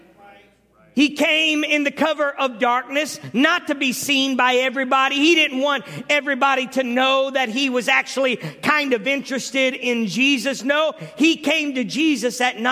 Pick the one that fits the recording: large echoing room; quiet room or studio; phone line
large echoing room